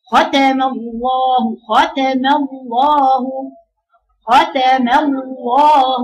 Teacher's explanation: ختم الله، ختم الله، ختم الله، كانك بتقراي لامين، لام مشدده، لامين، الاثنين مفخمتين يا بنات